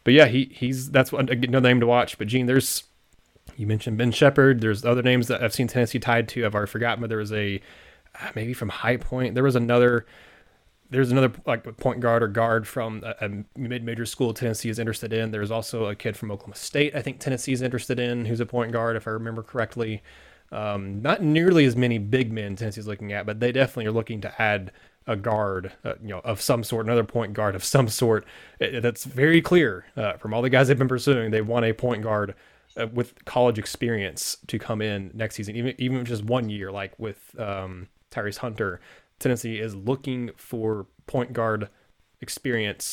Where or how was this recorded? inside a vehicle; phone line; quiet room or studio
quiet room or studio